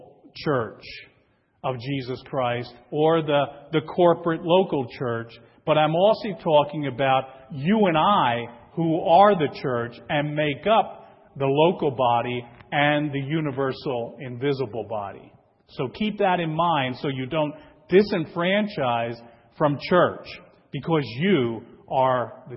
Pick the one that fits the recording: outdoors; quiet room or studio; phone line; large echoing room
large echoing room